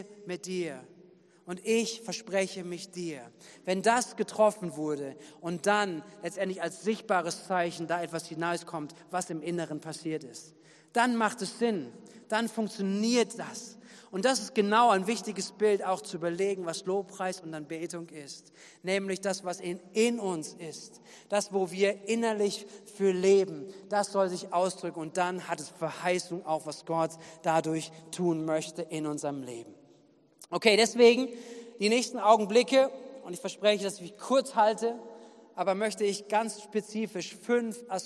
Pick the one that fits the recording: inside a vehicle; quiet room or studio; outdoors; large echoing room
large echoing room